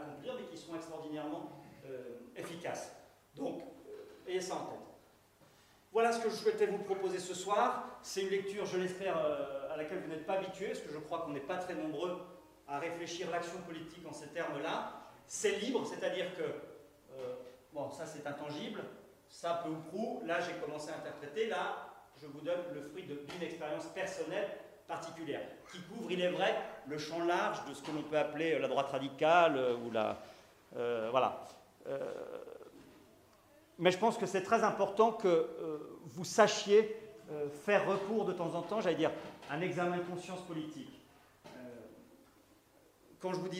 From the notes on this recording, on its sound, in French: Conférence donnée à Academia Christiana lors du colloque "l'identité contre la nouvelle tour de Babel" en aout 2016 à Sées - Normandie.